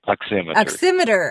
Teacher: The emphasis is on the second syllable.